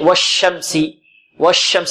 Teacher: الشين هنا فيها تفشي، فيها صفة ماذا؟ التفشي.